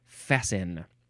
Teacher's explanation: Fast with an E-T, but you don't pronounce the T, you say fasten for some reason.